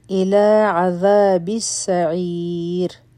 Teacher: را نری وایو ځکه چې د دې نه مخکې سکون والا یا ده